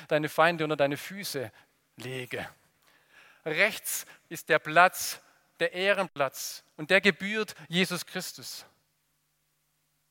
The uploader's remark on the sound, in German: aus dem Gottesdienst der Liebenzeller Mission